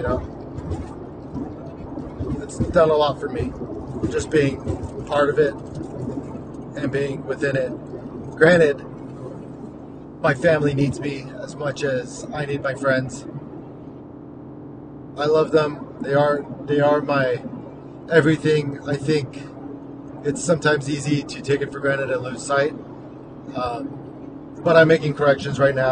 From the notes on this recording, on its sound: Overdue update episode from my car and crappy recorder on my iPhone.